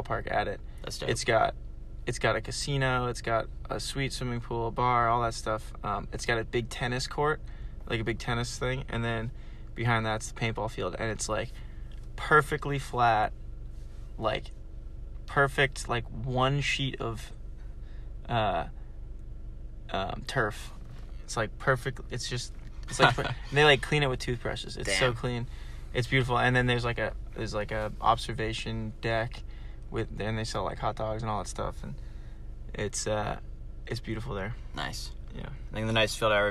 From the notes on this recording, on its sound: Recorded in my car at Boston Paintball.